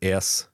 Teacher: if I say the word S, you hear that harshness, that sizzle. That is sibilance